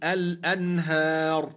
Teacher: الراء ساكنة لأجل الوقف وقبلها ألف مادية تفخم